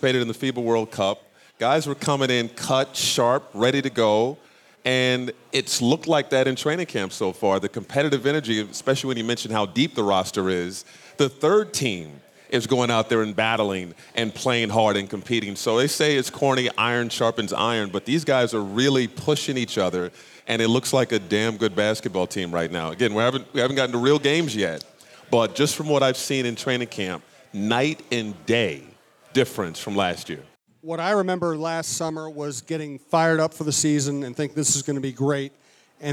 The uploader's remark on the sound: Live from Headflyer. From Headflyer Brewing in Minneapolis.